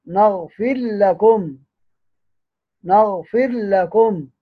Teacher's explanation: أبو عمرو بيضغم الراء في اللام